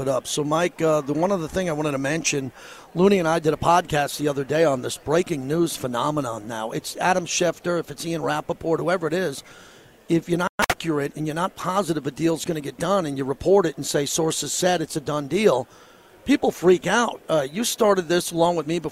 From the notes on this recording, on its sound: LIVE FROM RADIO ROW AT SUPER BOWL 58